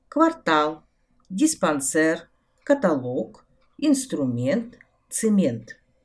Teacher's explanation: ударение падает на последний слог